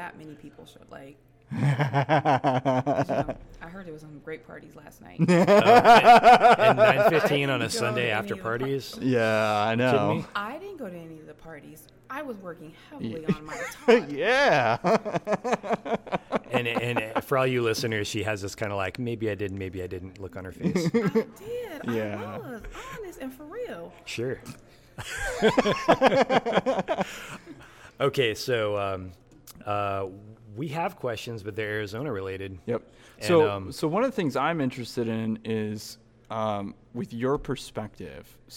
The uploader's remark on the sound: Live Interviews from PHX Design Week 2017